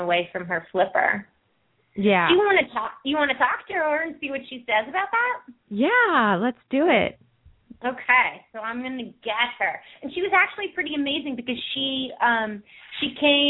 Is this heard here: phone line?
yes